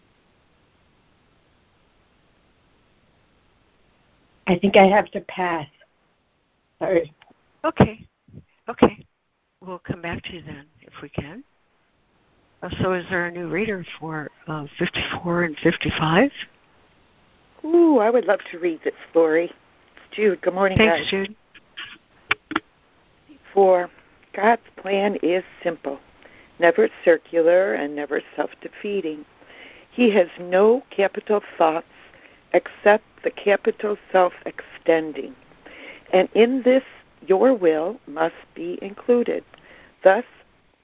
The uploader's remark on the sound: ACIM Daily Conference Call